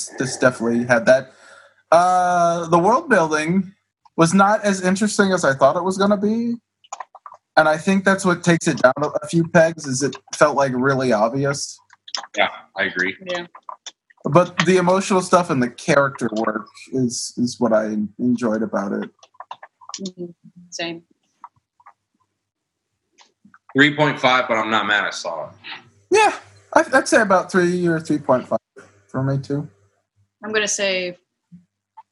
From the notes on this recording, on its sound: The audio quality of this episode may be lower than usual as it was recorded using Zoom.